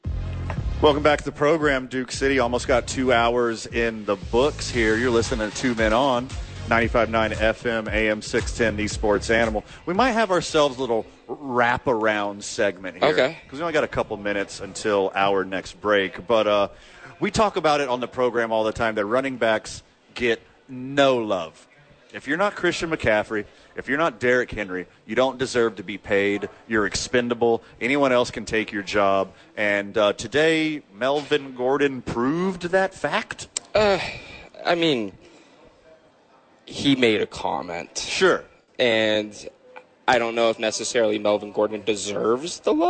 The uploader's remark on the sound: live from Red Door Brewery Downtown Albuquerque